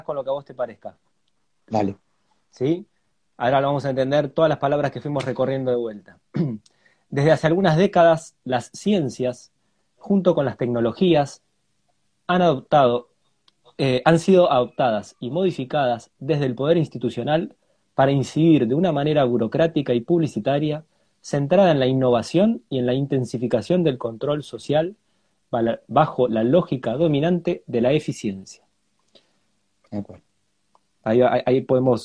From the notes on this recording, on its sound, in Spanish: Audio de la charla en vivo por Instagram